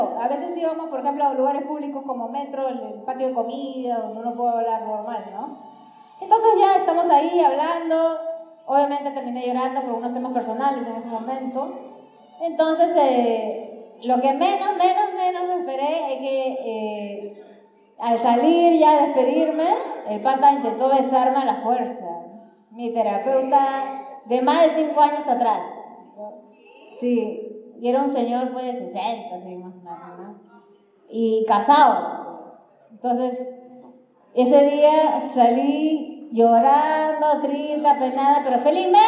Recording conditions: poor sound quality